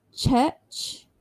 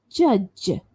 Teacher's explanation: ch, as in church. And the voiced one is j, as in judge